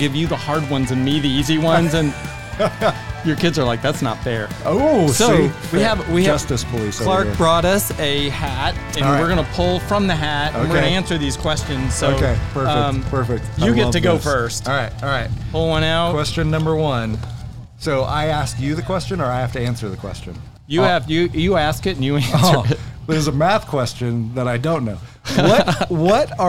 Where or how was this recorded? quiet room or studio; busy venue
busy venue